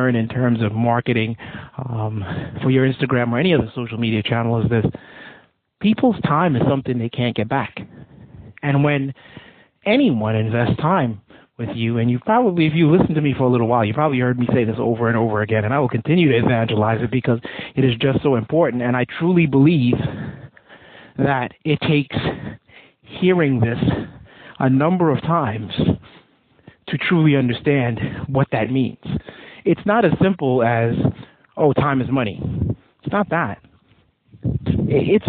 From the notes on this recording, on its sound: Admittedly a bit windy (please bear with the RAW AUDIO) as this was recorded outside. Sayville , NY.